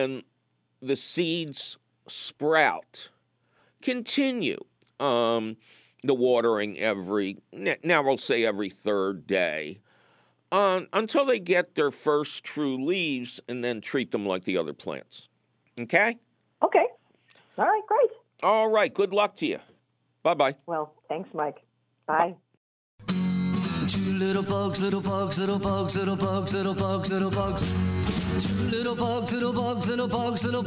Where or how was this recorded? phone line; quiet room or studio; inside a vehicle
phone line